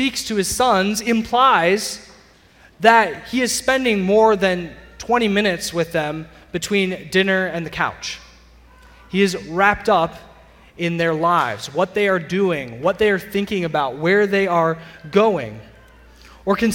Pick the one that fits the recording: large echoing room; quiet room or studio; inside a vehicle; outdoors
large echoing room